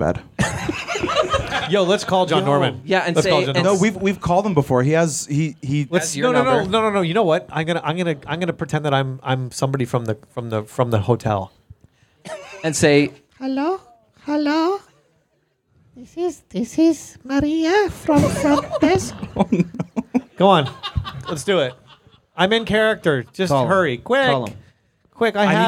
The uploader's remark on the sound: The boys are live from the Villa at Theos Leader Retreat and things are going well, until the cops show up and shut down the pod. Live votes from the crowd. A tattoo story from the crowd.